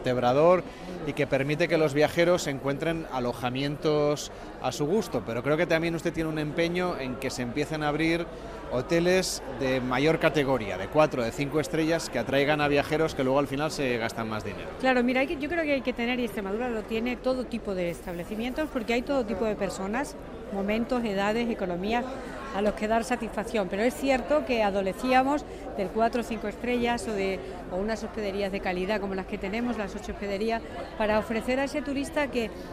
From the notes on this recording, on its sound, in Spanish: En directo, desde Villarreal de San Carlos, en el corazón del Parque Nacional de Monfragüe, nos sumamos a la celebración de la edición número 19 de la Feria Internacional de Turismo Ornitológico. Un evento que atrae a miles de personas de todas las partes del mundo que llegan a este santuario natural atraídos por la observación de las aves.